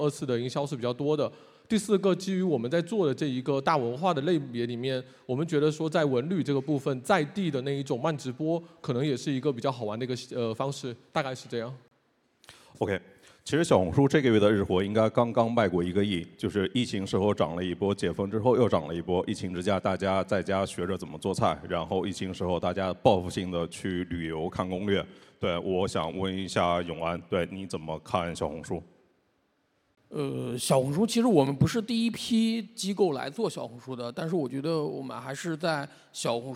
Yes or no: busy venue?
yes